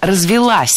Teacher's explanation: Развилась неверно, правильно, развелась. Ударение ставим на окончание.